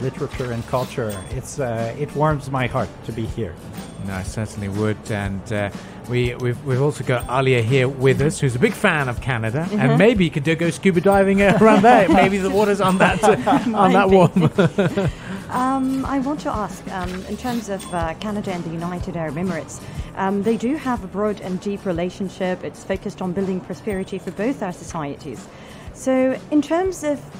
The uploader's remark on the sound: Pulse 95 Live from Sharjah International Book Fair.